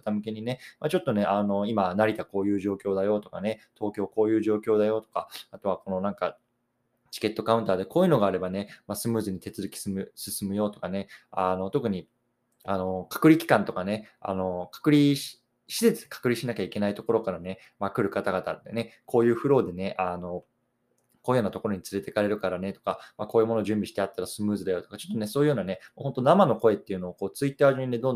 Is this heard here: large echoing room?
no